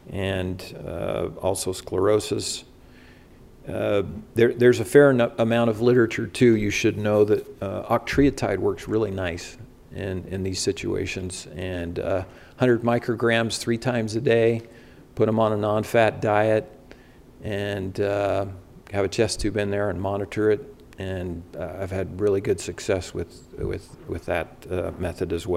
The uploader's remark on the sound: recorded Saturday, September 11, 2021, during the CORE conference in Salt Lake City, Utah - USA.